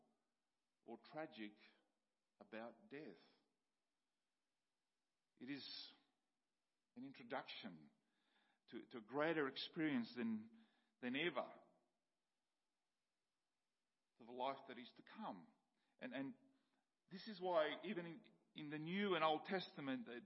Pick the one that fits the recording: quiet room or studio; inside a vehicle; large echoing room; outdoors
large echoing room